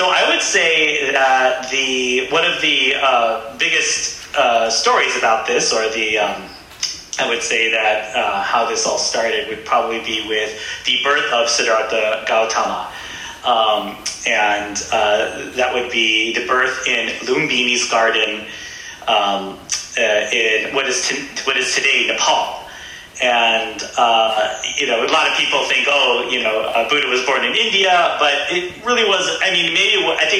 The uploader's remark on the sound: Disclaimer: The guest audio quality improves after the first 15 minutes.